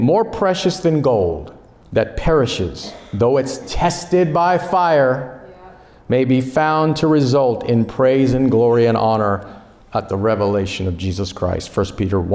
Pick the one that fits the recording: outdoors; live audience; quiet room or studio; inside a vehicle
live audience